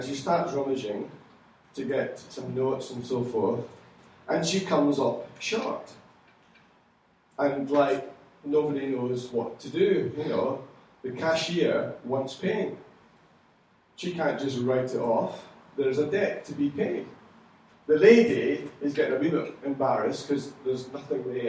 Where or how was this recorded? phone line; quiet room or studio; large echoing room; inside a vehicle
large echoing room